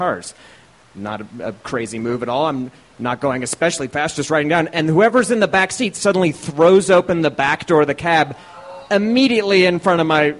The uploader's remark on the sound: These stories were recorded by our good friends at The Denver Diatribe at Deer Pile